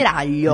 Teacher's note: si forma sollevando il dorso della lingua contro il palato. Infatti sento la lingua sul palato. · Term: suoni palatali